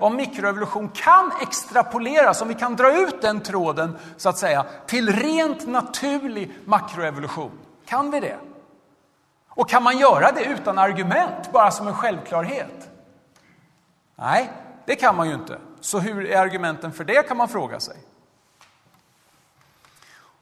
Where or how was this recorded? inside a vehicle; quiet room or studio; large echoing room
large echoing room